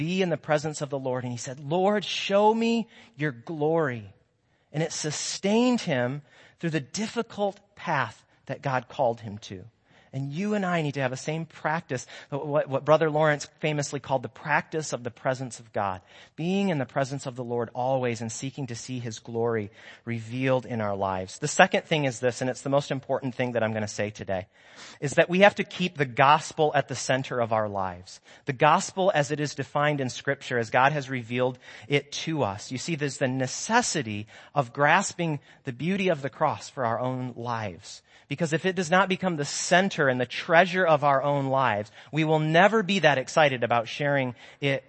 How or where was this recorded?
large echoing room